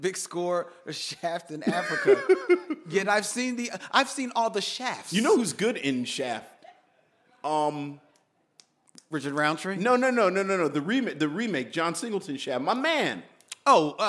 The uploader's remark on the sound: a special live presentation at Philadelphia's World Cafe Live